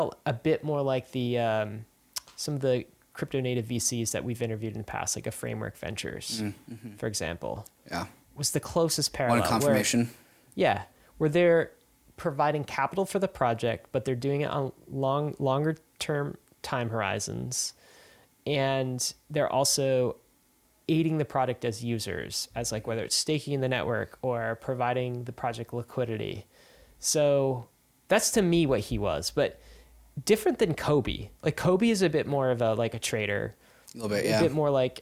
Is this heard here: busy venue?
no